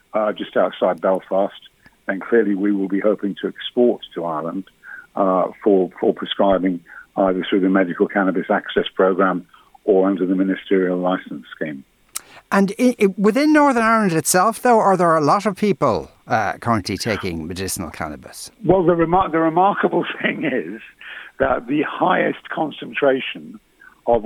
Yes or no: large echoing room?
no